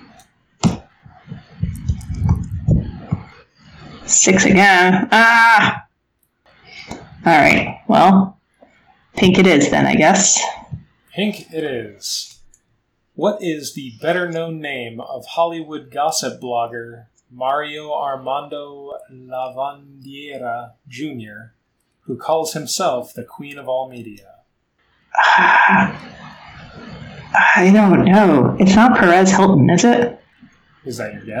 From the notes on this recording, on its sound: The audio quality is lower than normal